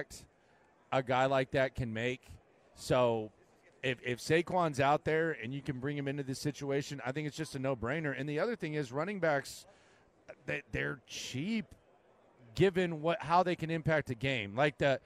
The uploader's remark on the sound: Live from Radio Row